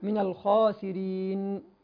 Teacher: فأصبح من الخاسرين، نراعي هنا أن الخاء حرف استعلاء مفخم وكذلك أيضا هو مفتوح